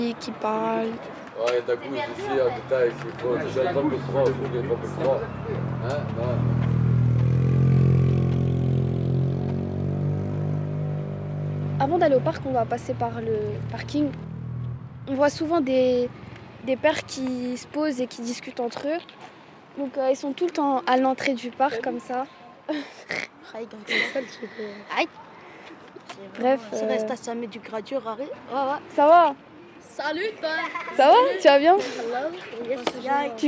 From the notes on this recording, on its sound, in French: Le Festival Des Blocs à la Cité Modèle n'a pas pu avoir lieu. On était quand même là, samedi 3 octobre, avec notre petit studio volant devant la Maison de la Création. Pour une émission avec les habitant·es et l'orga du festival !